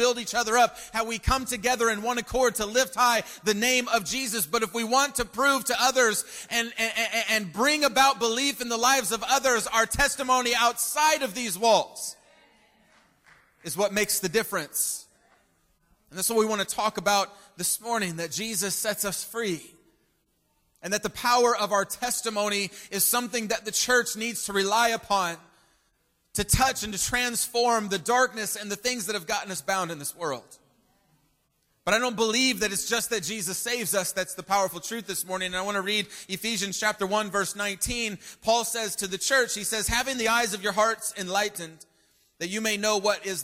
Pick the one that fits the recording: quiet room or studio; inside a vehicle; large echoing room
large echoing room